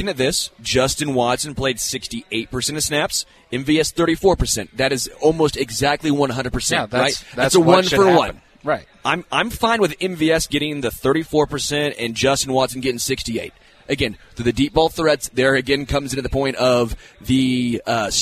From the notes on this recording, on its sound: LIVE from Hollywood Casino!